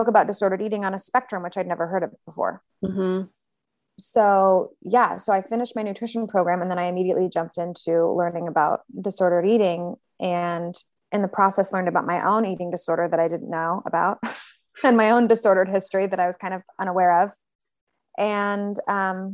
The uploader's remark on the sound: Featuring Special Guests "Our Pets" and the "Disembodied Recording Alert Lady Voice of Zoom"!